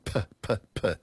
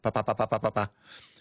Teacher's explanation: And you can't say pa pa pa pa pa pa pa really fast, because in English, when you say a P, it's got a puff of air with it · Shown in: first take · Term: aspiration